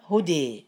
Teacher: كلمة الهدى عندنا الدال مفتوحة أيها الأحبة في الله، ووقعت قبل الألف، وهذه الألف لها علاقة بياء، فعند إمالتها هدي. أملنا الكسرة وأملنا الألف · Term: الإمالة